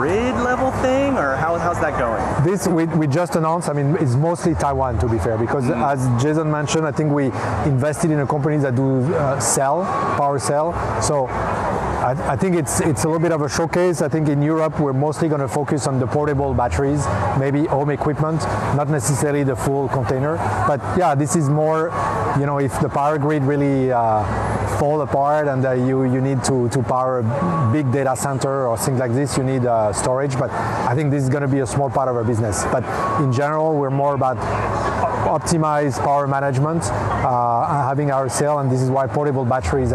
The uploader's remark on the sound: Live from COP28